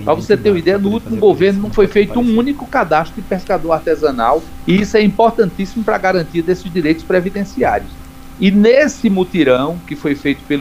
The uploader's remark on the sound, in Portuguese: por telefone